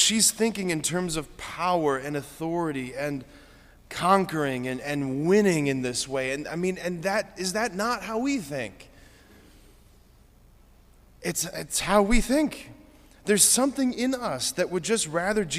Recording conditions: large echoing room